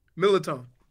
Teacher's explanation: Don't pronounce the first R.